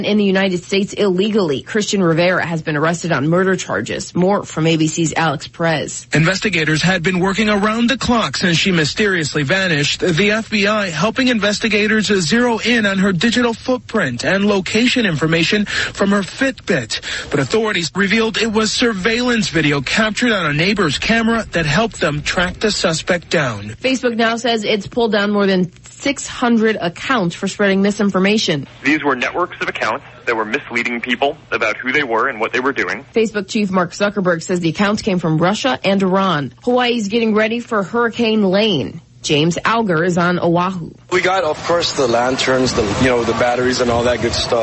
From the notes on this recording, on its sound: Live from Shula's Steakhouse